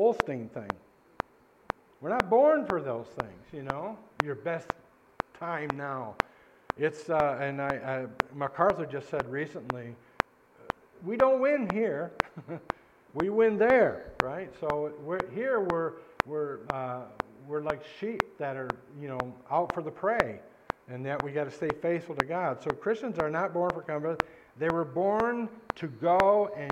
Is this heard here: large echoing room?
yes